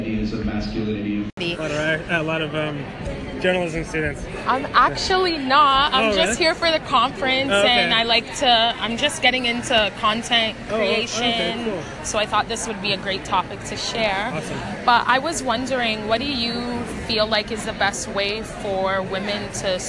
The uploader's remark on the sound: Live from #MascOff. We listened to five influential panelists. I also used Anchor publicly too. I hope you enjoy the live to air vibe.